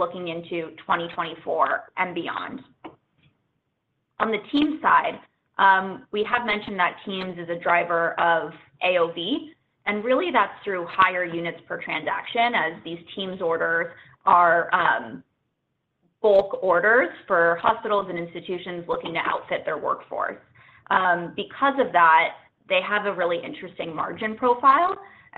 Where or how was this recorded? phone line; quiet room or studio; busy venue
phone line